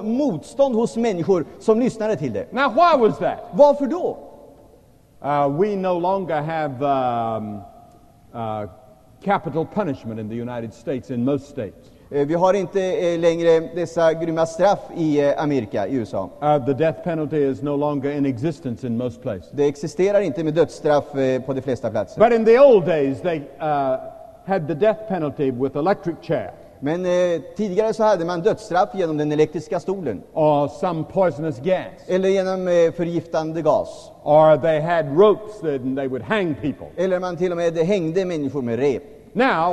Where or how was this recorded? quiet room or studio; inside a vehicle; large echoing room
large echoing room